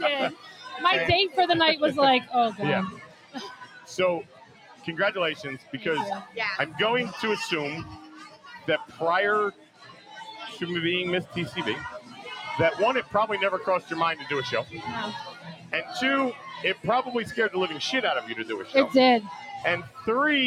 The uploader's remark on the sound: We are LIVE from TPA for the Sixburgh Strong Karaoke.